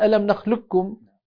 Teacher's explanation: الاستعلاء وإن كان أصعب على فكرة، يعني الوجه الآخر هو أصعب، الأسهل أن تقول ألم نخلقكم بكاف مشددة · Term: الإدغام الكامل